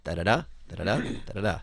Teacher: Usually an anapestic tetrameter, and that's two unstressed syllables followed by a stressed syllable repeated